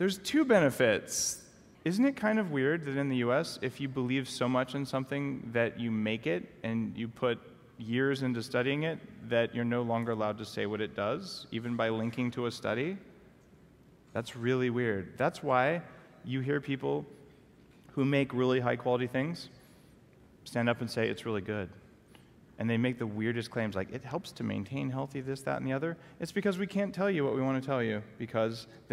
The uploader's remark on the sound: LIVE at the Longevity Now® Conference 2014